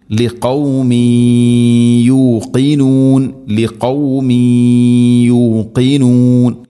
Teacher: തൻവീനിനെ യാഇലേക്ക് ഇദ്ഗാം ചെയ്ത് അഥവാ മിക്സ് ചെയ്ത് മണിച്ചുകൊണ്ട് ഉച്ചരിക്കണം. ലിഖൗമി യൂഖിനൂൻ ലിഖൗമി യൂഖിനൂൻ ഇങ്ങനെ അവിടെ മണിച്ചുകൊണ്ട് ഓതണം.